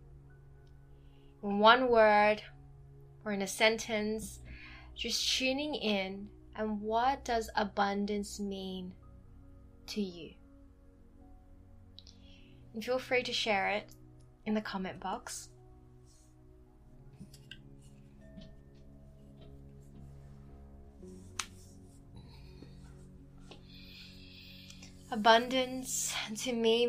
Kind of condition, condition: fault, sounds in the background